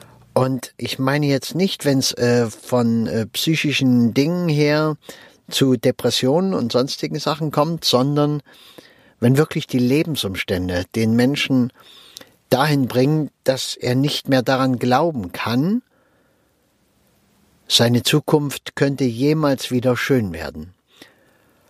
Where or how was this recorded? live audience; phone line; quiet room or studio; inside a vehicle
inside a vehicle